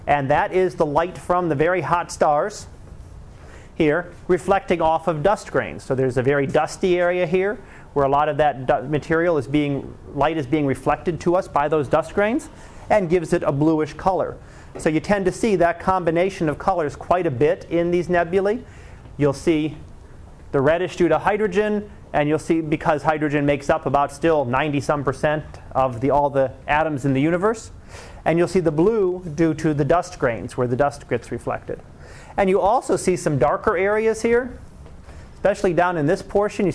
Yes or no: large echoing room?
yes